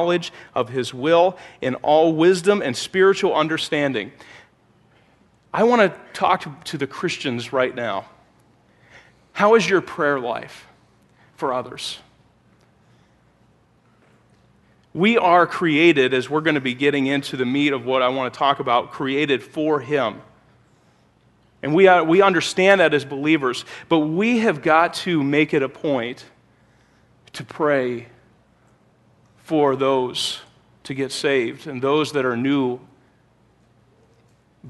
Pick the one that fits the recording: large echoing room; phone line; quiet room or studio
large echoing room